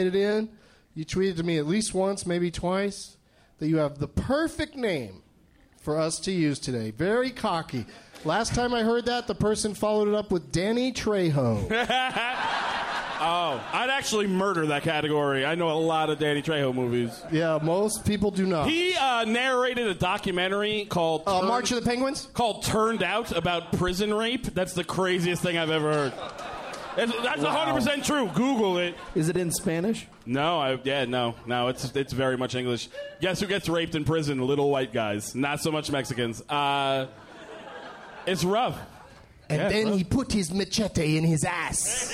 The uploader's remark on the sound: Live from Hyena's in Dallas